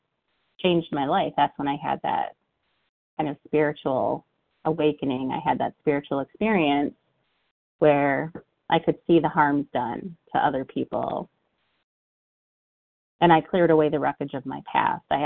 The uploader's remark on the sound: from the 100 Pounders Phone Meeting